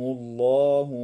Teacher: وتفخم اللام في اسم الله تعالى لوقوع ضمة قبلها